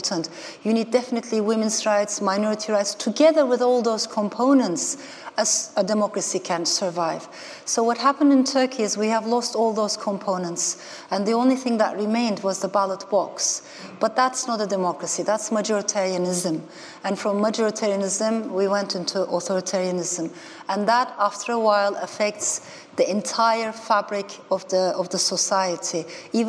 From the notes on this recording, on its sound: in this podcast from the 2019 Festival of Ideas